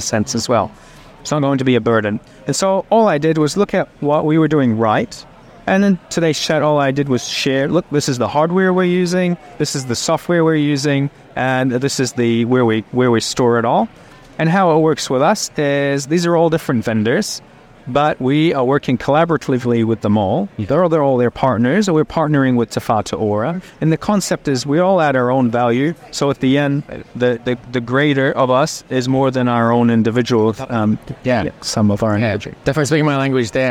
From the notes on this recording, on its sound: Recorded during the bustling HiNZ Digital Health Week in Hamilton, New Zealand, this collection of interviews provides a valuable snapshot.